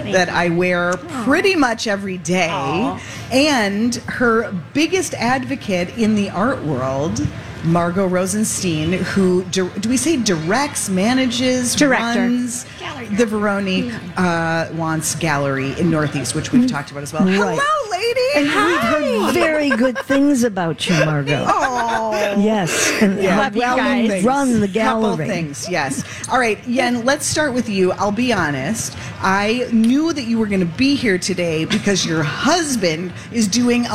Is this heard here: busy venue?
yes